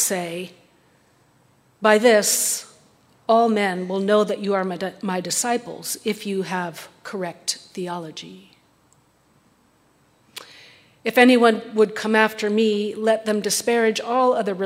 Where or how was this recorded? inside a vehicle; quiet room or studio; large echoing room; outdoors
large echoing room